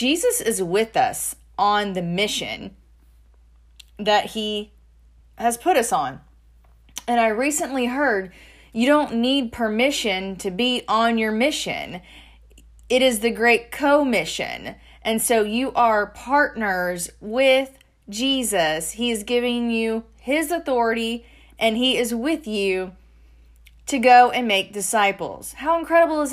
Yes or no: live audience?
no